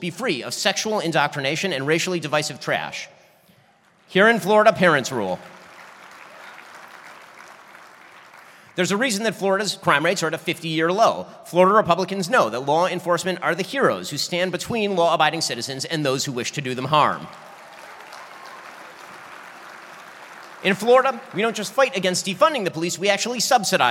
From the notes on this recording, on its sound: My keynote speech for the Republican Party of Florida's 2023 Statesman Dinner in Orlando, Florida.